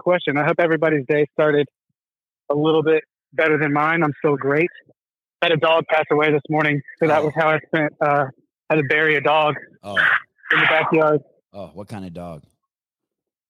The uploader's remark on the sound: Live Call In Show.